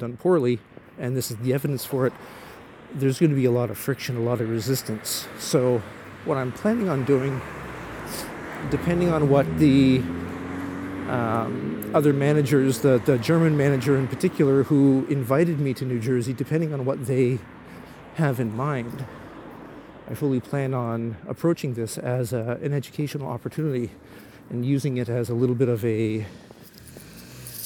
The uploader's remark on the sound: While walking home from the train station after a day trip to Tokyo, I rambled into the microphone.